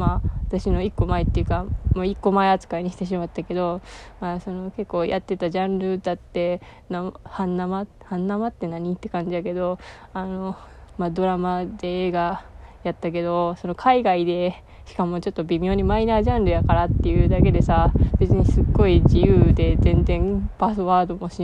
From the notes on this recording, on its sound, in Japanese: 扇風機の雑音注意